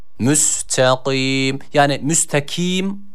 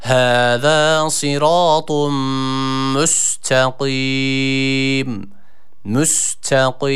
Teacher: صِرَاطٌ مُسْتَقِيمٌ Devamında son kelimemiz olan müstakim kelimesinde kaf harfi burada kalın bir harf olduğu için ve esra harekesi aldığı için de yine ı-ı arası bir sesle okumamız gerekiyor. · Shown in: second take